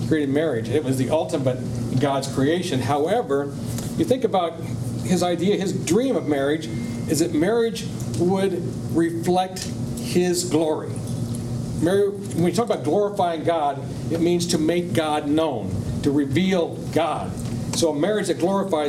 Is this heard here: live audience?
yes